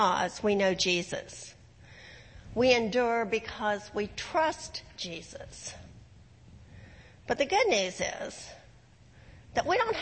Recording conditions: large echoing room